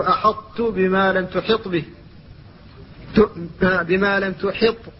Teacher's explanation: فبعدها الطاء وهي مطبقة مستعلية، فلا بد من النطق بالحاء مفتوحة قبلها